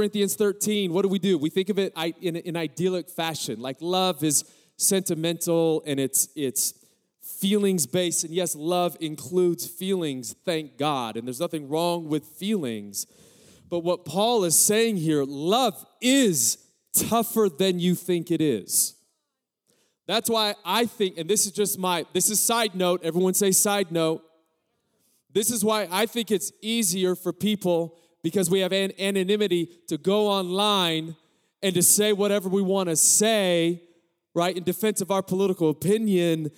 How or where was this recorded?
large echoing room